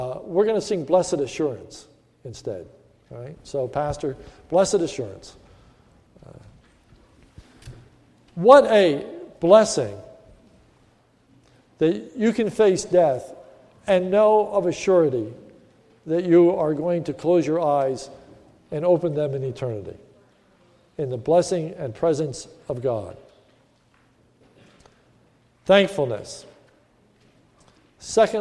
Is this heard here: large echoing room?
yes